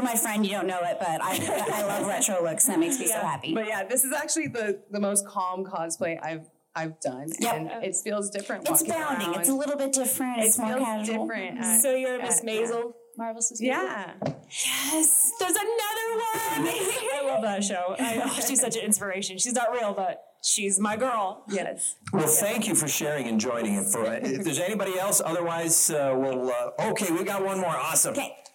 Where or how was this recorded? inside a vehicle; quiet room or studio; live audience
live audience